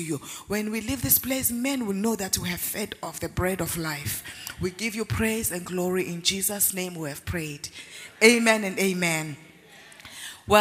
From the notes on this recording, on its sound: Word Explosion Conference, 2019: Day 5 (Morning). Ministering during Word Explosion Conference on 18-04-2019.